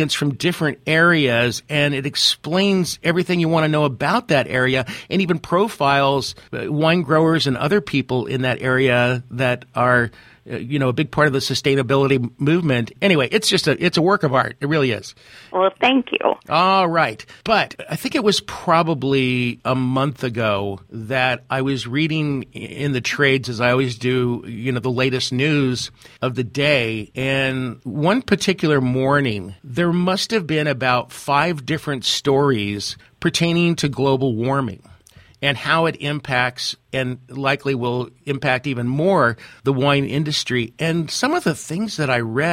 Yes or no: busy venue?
no